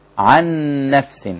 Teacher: النون مع النون هتبقى نون واحده مشدده